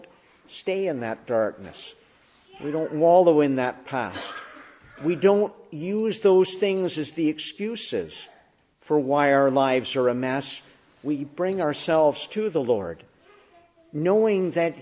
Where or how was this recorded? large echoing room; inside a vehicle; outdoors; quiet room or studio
large echoing room